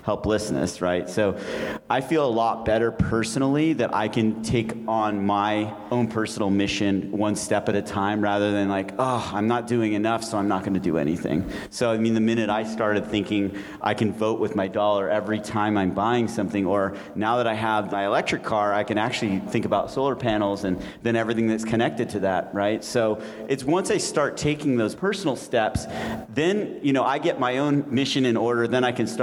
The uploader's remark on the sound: Live Panel Episode Recorded During SF Climate Week. Thanks for tuning in to a special live recording episode of Darts in the Dark.